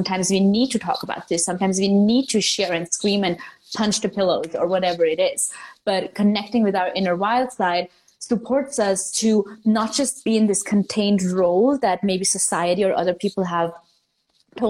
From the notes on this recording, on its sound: This is an IG Live turned into Podcast Episode.